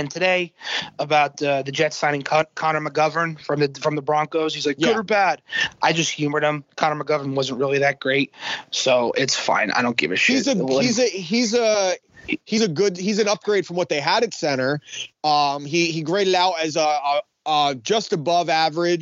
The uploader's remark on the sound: Peculiar times bring peculiar circumstances on You Watch, I Listen. Host episode 93 via Skype.